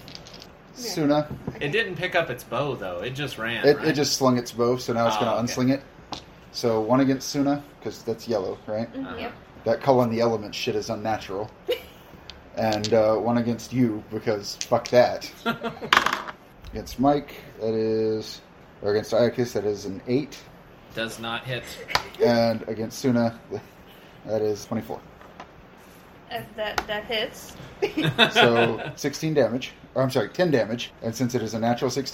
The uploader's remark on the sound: Since it was recorded on a cell phone sitting out in the open on a dining room table. Please excuse the audio quality(as we don't have an official recording setup just yet). Something like 30 minutes was edited out of the raw recording.